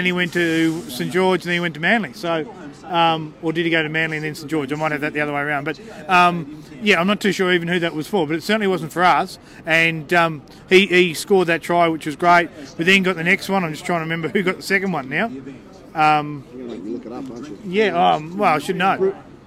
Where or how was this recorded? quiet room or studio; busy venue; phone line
busy venue